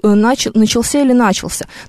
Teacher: Начался совершенно точно на постфикс падает ударение